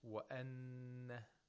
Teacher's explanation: We have to apply ghunna for two vowel counts. Nasalization of the noon for two vowel counts. By two vowel counts, we mean the duration of the ghunna should be as long as two vowel counts, like a mad.